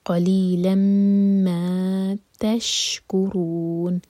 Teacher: فتح کی تنوین کے بعد میم تو ادغام غنہ کے ساتھ